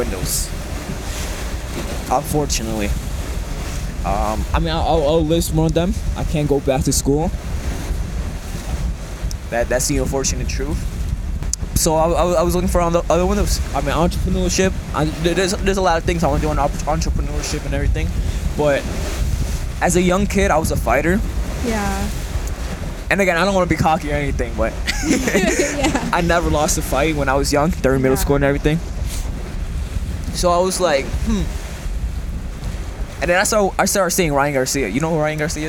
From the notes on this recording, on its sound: I apologize for the audio, it was pretty windy when this was recorded.